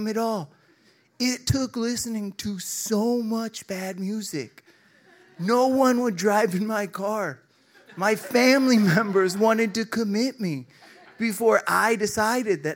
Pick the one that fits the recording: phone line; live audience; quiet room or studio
live audience